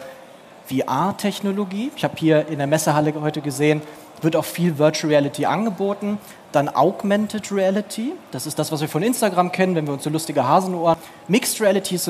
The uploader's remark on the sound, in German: Diese Folge haben wir live auf der Bühne aufgenommen. In Dortmund.